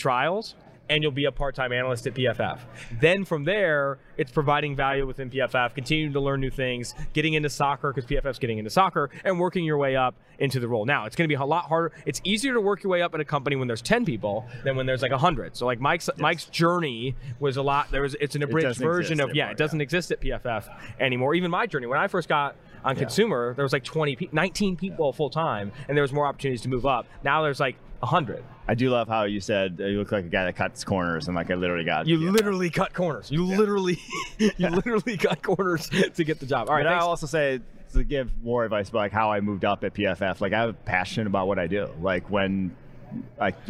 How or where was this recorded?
busy venue